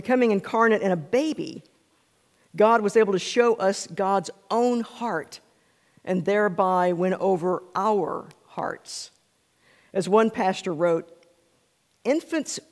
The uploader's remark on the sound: This is a recording of the scripture and sermon portion of our service